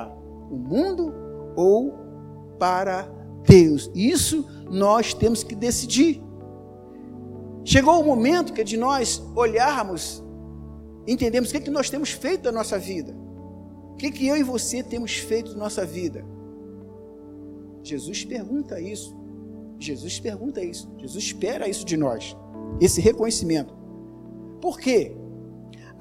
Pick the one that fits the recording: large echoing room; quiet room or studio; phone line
large echoing room